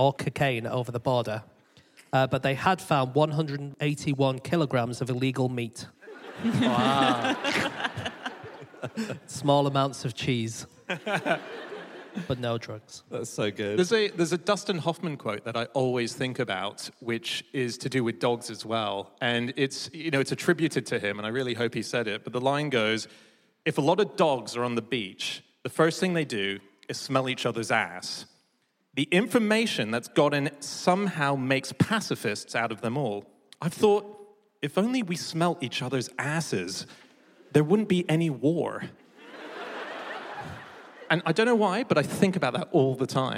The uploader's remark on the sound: Live from Bath